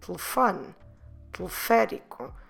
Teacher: those E's are not stressed, so we drop them